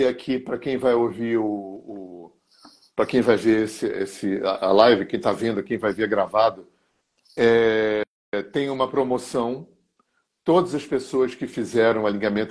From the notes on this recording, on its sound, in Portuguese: Live no Instagram